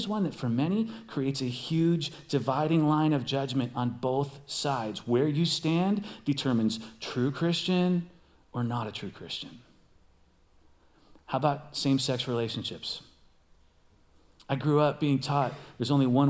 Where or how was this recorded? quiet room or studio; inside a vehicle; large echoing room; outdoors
large echoing room